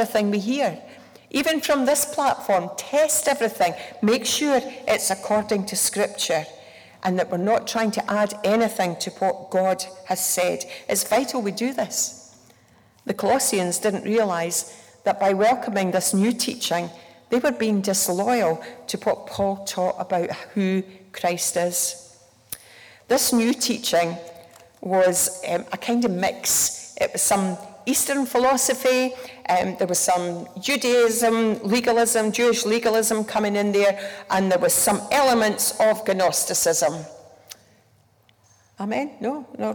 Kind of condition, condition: setting, live audience